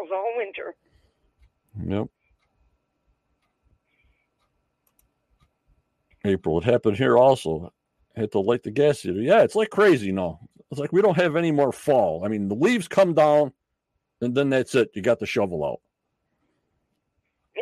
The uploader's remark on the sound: on the phone with me